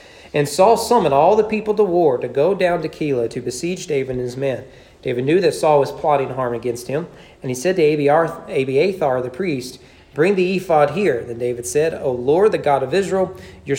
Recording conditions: large echoing room